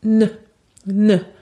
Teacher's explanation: Il faut savoir que le « ne » n'est pas vraiment prononcé comme une syllabe complète. En réalité, on ne dit pas « ne ».